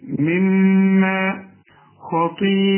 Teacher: هنا مد واجب أربع حركات